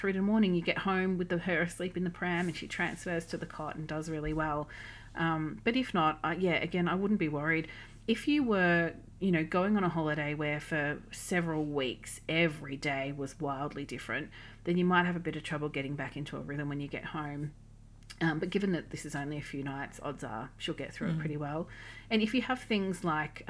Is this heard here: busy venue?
no